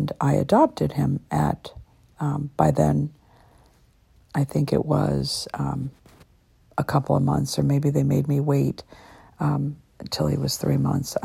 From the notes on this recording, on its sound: I decided to be quite spontaneous this morning and to sit in my recliner, using the app "Just Press Record" and share what I was getting.